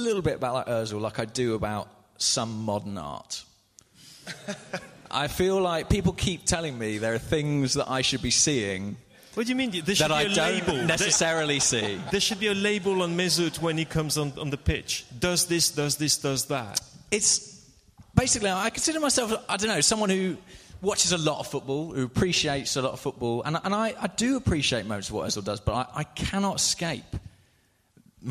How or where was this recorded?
live audience